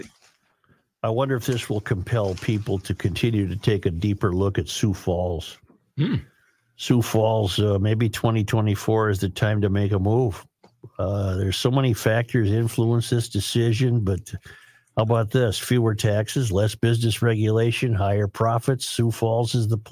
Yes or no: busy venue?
no